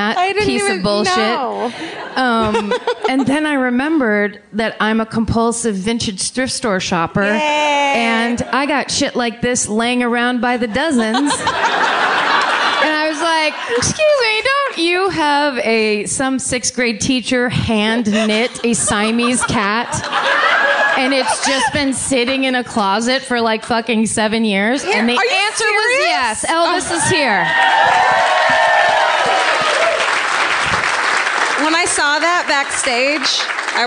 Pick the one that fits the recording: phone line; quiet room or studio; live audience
live audience